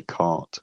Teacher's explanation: I say cart without a r sound there.